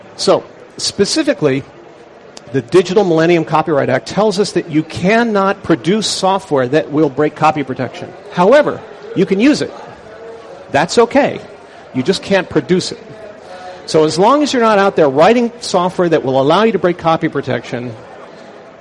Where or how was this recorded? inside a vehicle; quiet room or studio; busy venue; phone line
busy venue